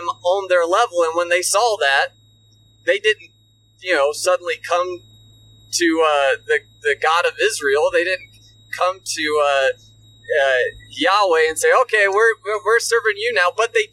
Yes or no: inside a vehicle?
yes